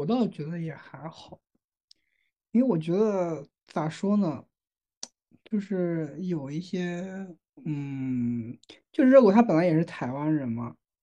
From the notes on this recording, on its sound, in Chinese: 这次依旧是云录制（11月15日晚录制），试录音之后发现还不错，就大意了……正式录制就忘记按录、音、键！！！中间有点点喷麦，请见谅！